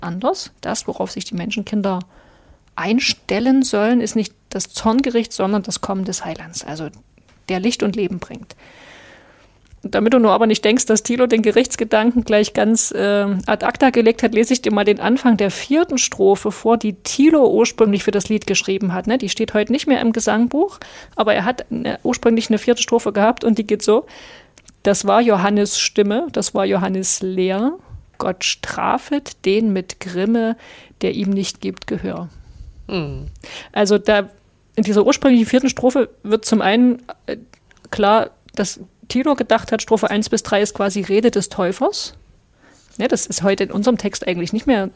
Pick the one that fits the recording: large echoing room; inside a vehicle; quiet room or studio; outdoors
quiet room or studio